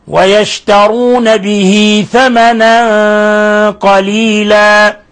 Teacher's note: ويشترون به حالة الوصل صلة صغرى يعني نشبع الكسرة